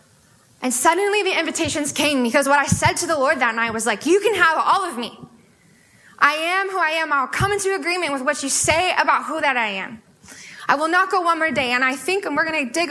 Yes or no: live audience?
yes